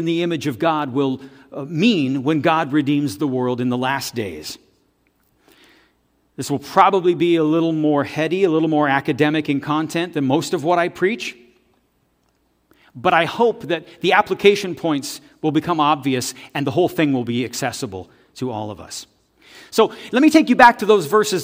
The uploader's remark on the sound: This audio is taken from the November 5, 2023 worship service at FBC Charlottetown.